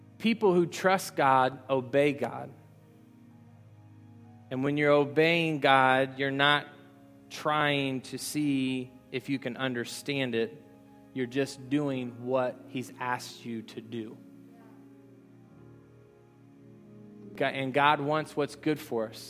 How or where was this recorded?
large echoing room